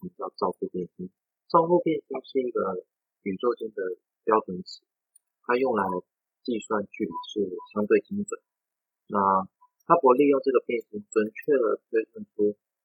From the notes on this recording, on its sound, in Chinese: 一定會換錄音設備這次再請大家，忍耐一下